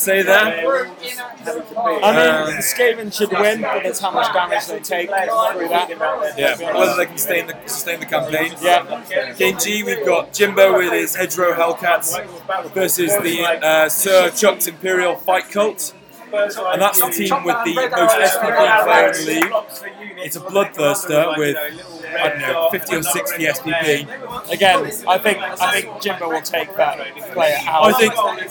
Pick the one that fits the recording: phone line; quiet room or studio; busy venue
busy venue